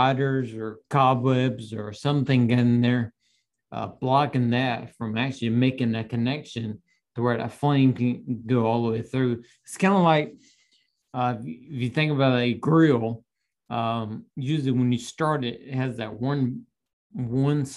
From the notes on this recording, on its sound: Audio from the Live Q&A webinar.